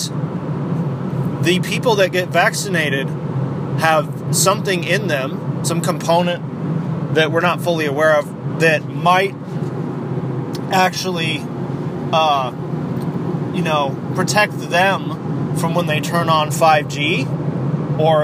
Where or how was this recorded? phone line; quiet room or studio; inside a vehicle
inside a vehicle